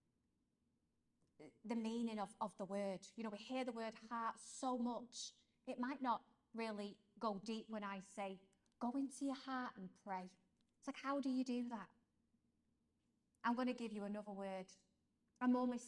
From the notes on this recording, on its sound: This episode is a live-talk that was given to young adults